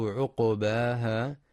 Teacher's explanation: ينتبه القارئ في كلمة عقباها لسكون القاف مع القلقلة، فلا يقرأ بضم القاف عقباها، والصواب سكونها.